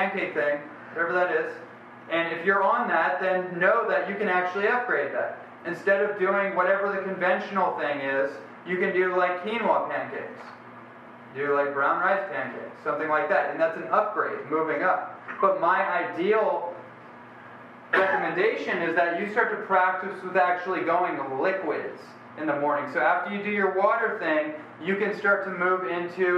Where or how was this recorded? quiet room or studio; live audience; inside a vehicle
live audience